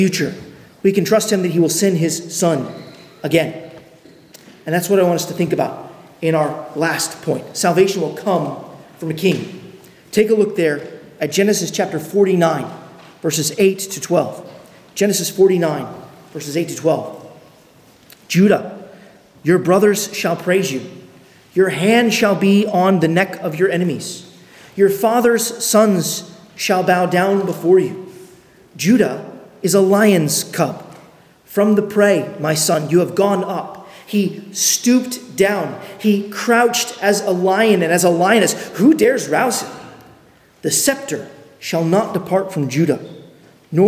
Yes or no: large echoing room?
yes